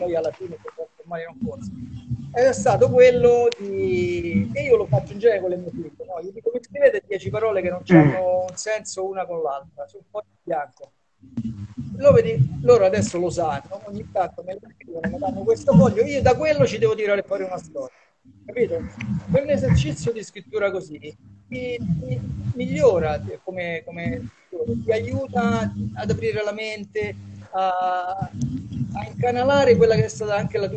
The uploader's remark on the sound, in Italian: Questo episodio è stato registrato in diretta su Instagram